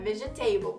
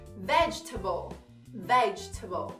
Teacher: O tom maior fica no veg, a ênfase veg · Shown in: second take